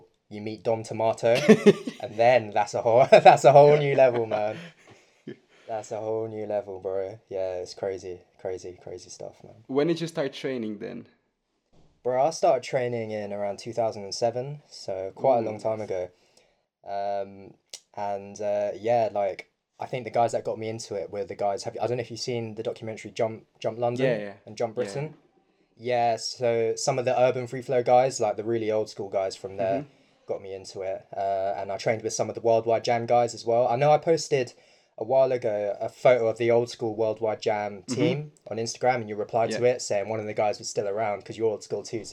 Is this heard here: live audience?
no